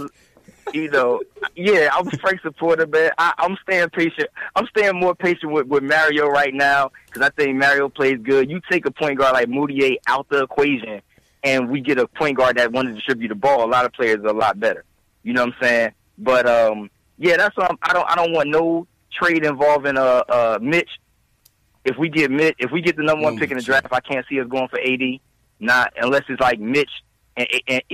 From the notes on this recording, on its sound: take live phone calls from fans around the world